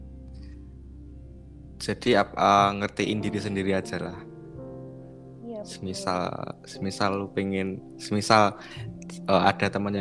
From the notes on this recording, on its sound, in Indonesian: Maaf bgt suara nya ga se frekuensi(pelan dan kenceng) karena kita recordnya ga setempat( record online)